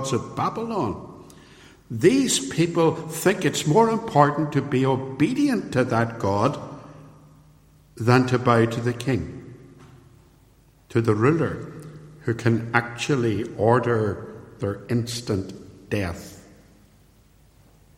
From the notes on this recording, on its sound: Recorded at Templepatrick Reformed Church and used with their permission.